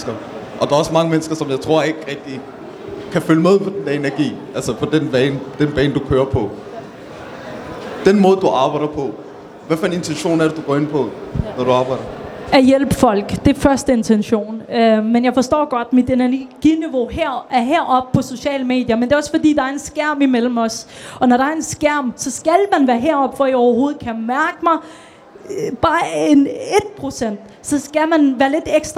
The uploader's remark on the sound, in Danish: Dette er en speciel episode som er optaget fra vores Ramdan Event, hvor vi lavede live interview Under Buen.